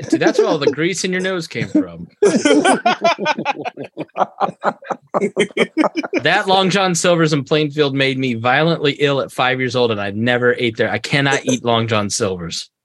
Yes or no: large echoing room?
no